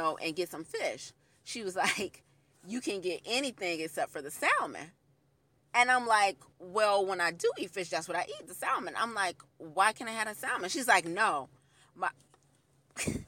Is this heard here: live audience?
no